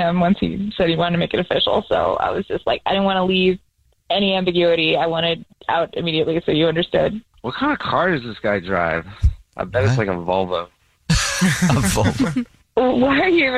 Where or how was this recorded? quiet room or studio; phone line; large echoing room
phone line